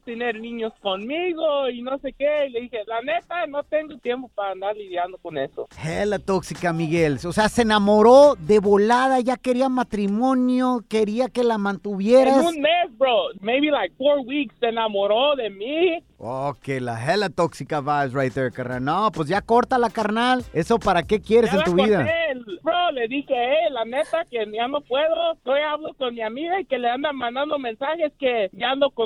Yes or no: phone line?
yes